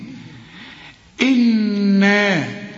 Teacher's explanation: عند الوصل وعند الوقف النون لازم تغنها بمقدار حركتين، لأن كل نون في القرآن زي ما انت عرفت عليها الشدة لازم تغن. · Term: غنة